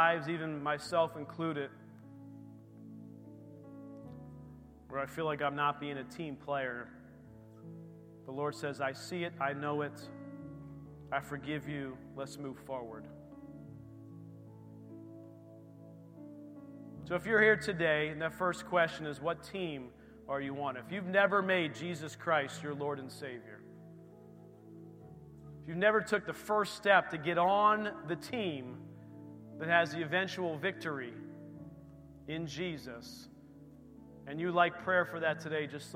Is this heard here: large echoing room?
yes